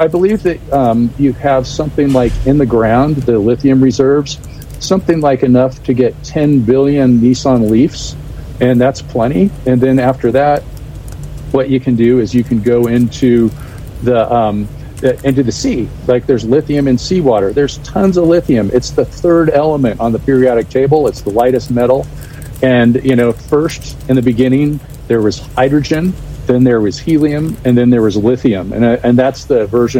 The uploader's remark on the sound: At the American Solar Energy Society Conference in Boulder Colorado. Joining us LIVE from Boulder Colorado at the ASES Conference (American Solar Energy Society).